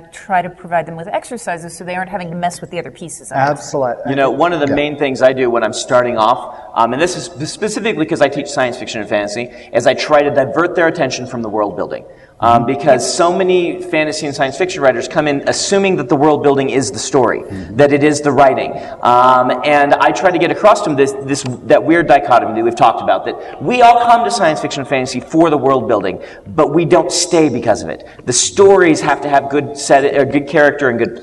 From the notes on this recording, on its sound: along with a live audience at Westercon 67